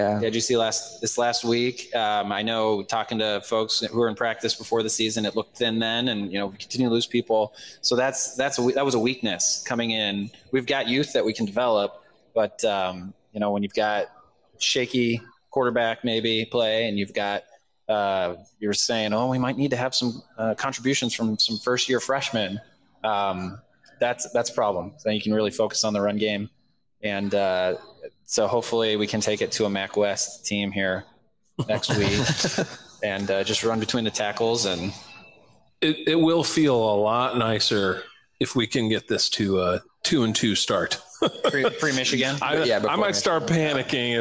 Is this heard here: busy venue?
yes